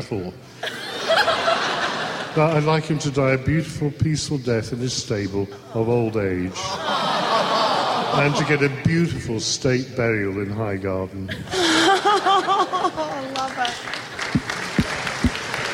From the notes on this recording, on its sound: Live from Con of Thrones. Moderate the "Ghosts of Westeros" panel. Providing the audio for this panel.